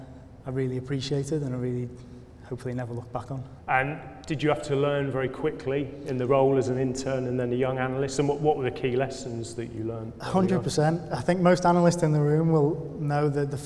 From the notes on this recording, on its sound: In front of a live audience at Hudl's UK Football Conference at Loughborough University.